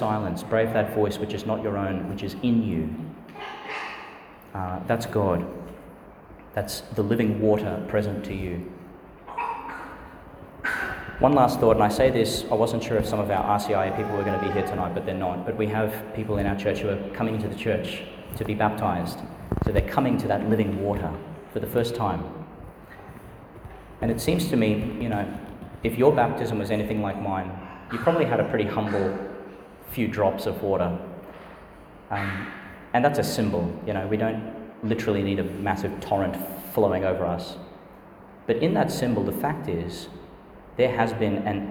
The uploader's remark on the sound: delivered in St Peter Chanel Church, Tannum Sands, Qld.